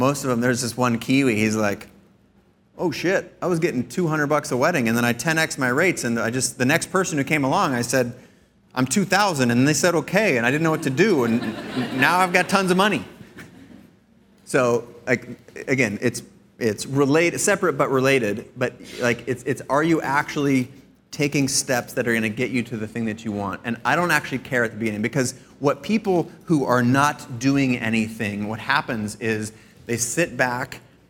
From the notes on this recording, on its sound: This week’s episode is my keynote from CreativeLive’s PhotoWeek. On stage, I sit down with four brave volunteers.